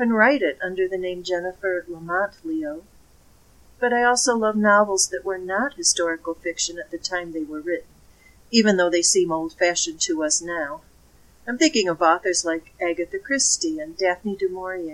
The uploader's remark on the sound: The sound quality needs work.